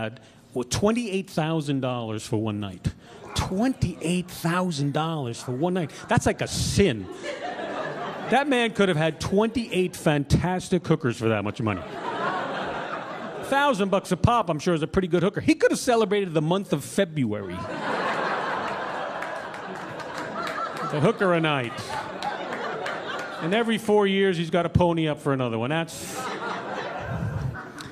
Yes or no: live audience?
yes